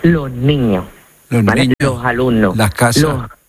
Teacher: las S que está delante de una consonante, pues en lugar de pronunciarla con la S, lo que hacemos es aspirarla · Term: S aspirada